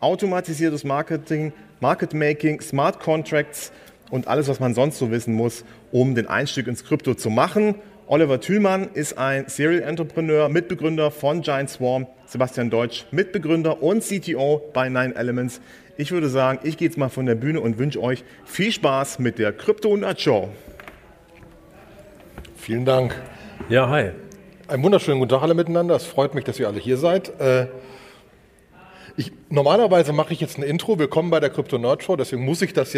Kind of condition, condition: setting, live audience